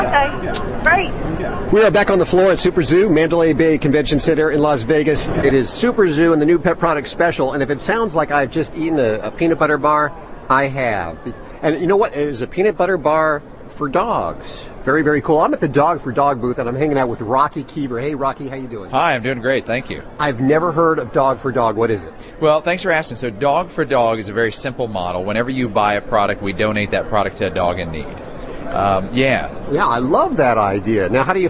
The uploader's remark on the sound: Live From SuperZoo. It's time again for our New Pet Product Special from the pet industry's largest trade show in Las Vegas.